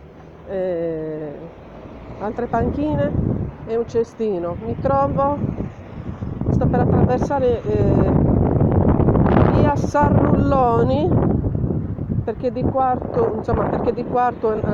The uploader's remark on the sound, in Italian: Live tour descrittivo. Audiolive ambientale da Quartu Sant'Elena centro, zona Viale Colombo. Partenza audio da parco con statua di Padre Pio descritta in incipit.